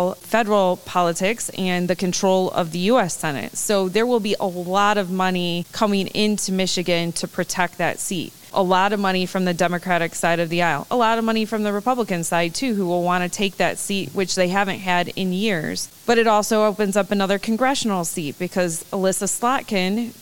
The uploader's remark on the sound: This episode was recorded live at the MPFFU Education Seminar that took place at the Suburban Showplace in Novi, Michigan.